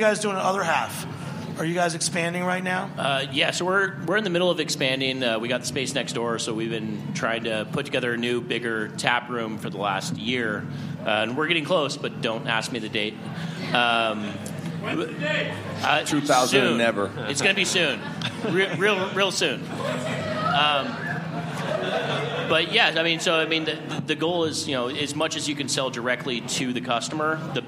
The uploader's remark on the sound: We present a panel discussion recorded live at The Well during NYC Beer Week.